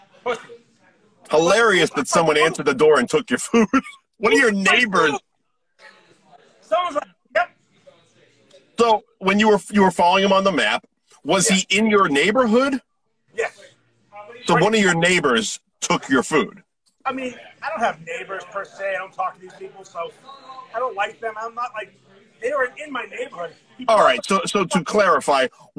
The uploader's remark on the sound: LIVE from Channel Marker Brewing